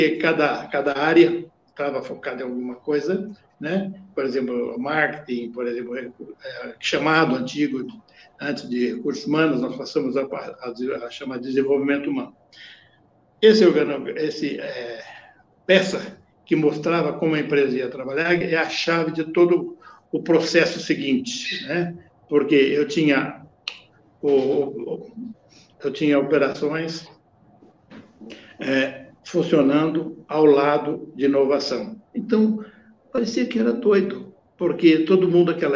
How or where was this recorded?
video call